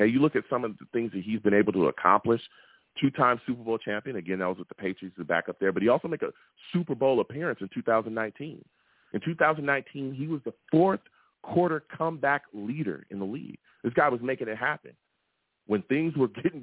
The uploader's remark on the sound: I take live callers!